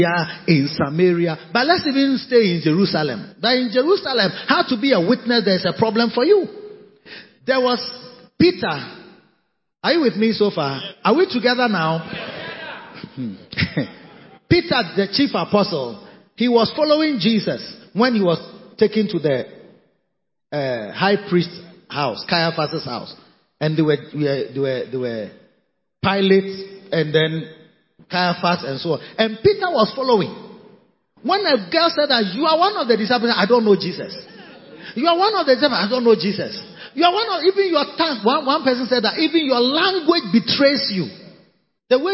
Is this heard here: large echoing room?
yes